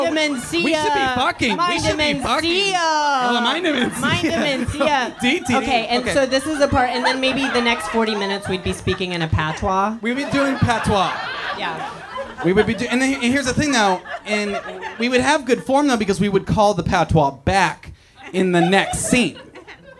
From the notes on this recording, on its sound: These sets from the live show. Enjoy these sets from some of our favorite friends from the February and March live shows!